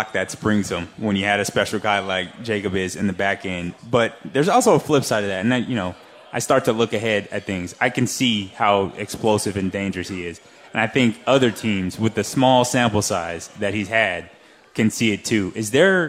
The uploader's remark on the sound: Radio Show at Parkway Tavern